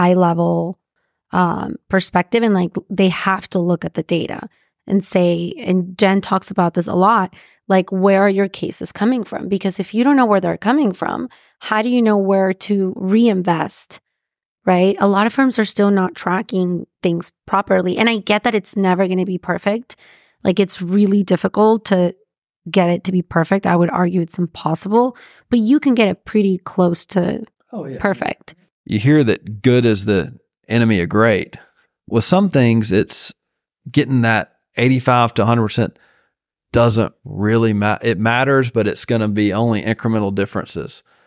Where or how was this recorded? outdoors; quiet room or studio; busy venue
quiet room or studio